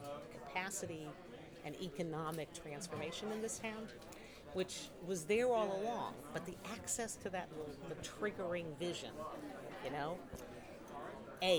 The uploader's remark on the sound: Live from Mozfest